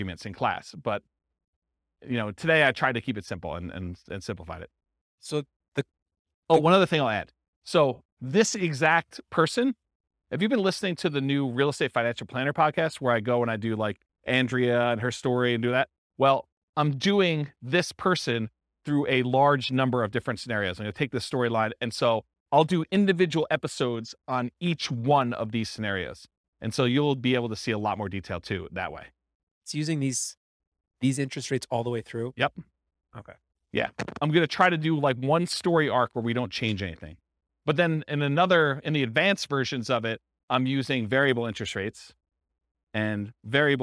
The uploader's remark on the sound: This was a live class recorded.